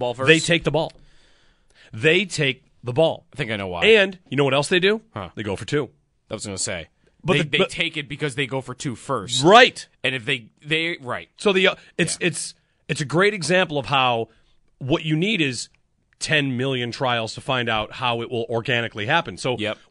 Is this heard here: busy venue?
no